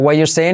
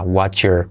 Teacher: Porque la T de what se une con la Y, watcher, y se, se forma un sonido eh, como June, July, Jacket, un sonido de letra clave GJ.